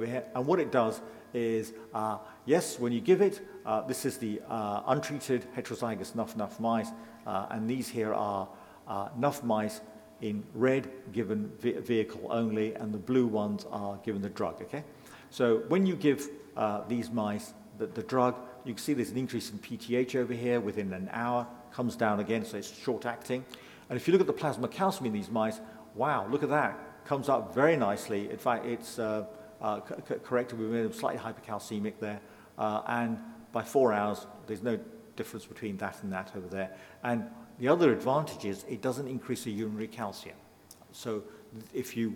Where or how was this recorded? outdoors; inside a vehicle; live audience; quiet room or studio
live audience